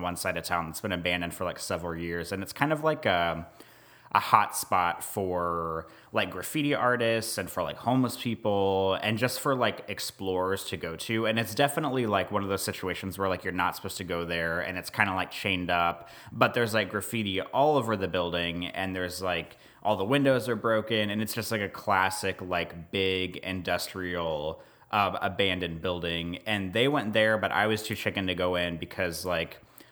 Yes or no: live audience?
no